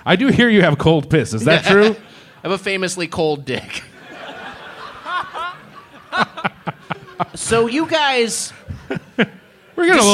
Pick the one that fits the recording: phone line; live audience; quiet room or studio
live audience